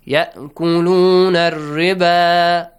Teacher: Ra must be pronounced lightly because it has a kasra sound.